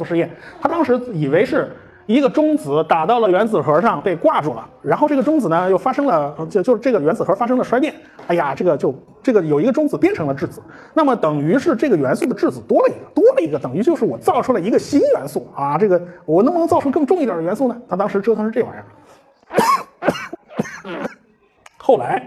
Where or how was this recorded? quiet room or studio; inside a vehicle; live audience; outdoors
live audience